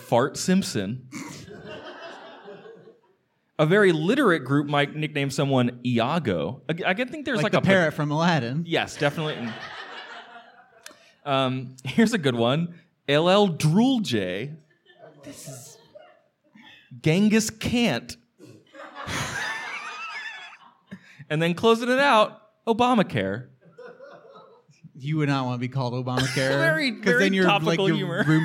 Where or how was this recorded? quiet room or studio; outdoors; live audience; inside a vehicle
live audience